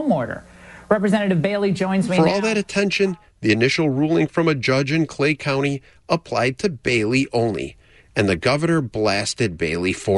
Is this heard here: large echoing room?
no